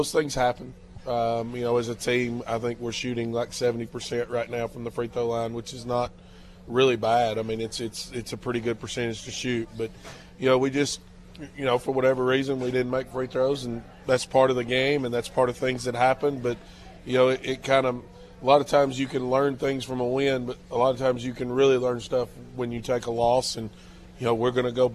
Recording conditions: busy venue